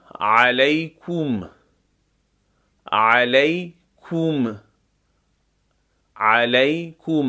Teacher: عین غلیظ از وسط حلق. کم هم نمیگیم کم.